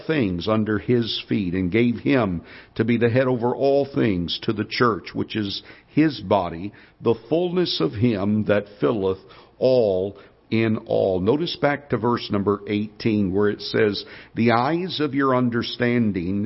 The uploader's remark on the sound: Ketha Heights Baptist Church ~ Live Broadcast.